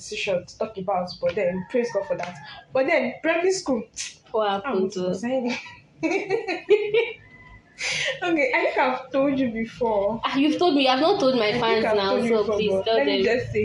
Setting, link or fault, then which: fault, sounds in the background